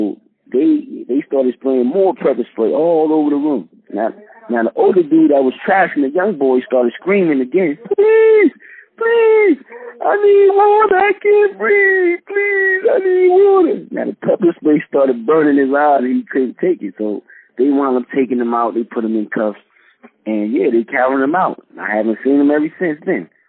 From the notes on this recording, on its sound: called in to the podcast